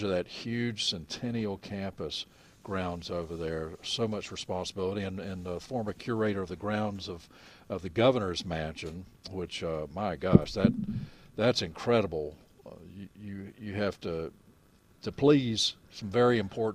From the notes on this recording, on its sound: broadcasting live from Bell’s Carpet & Floors